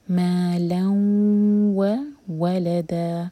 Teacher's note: ادغام غنہ کے ساتھ، یعنی کہ ہم مرج کریں گے اور ناک میں آواز لے جائیں گے، غنہ کریں گے اور دو سیکنڈس کا ٹائم